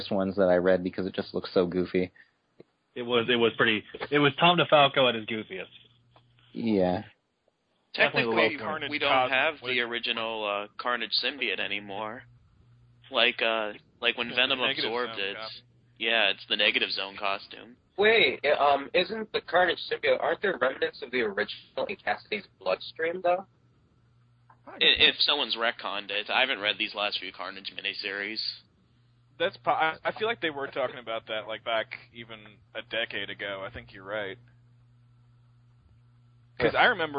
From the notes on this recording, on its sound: We continue to take live callers from around the world